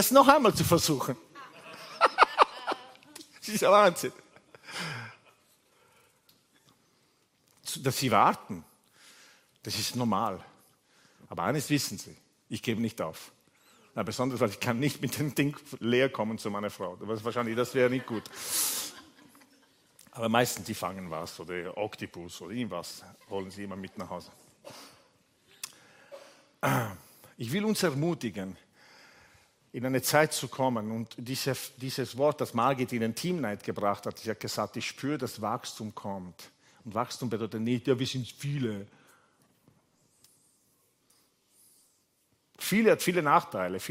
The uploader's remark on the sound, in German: Gottesdienst live aus der LIFE Church Wien.